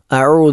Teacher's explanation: രണ്ടാമത്തേത് അഴു, ഐനാണ്, തൊണ്ടയുടെ മധ്യഭാഗത്തു നിന്ന് പുറപ്പെടേണ്ട അക്ഷരമാണ്.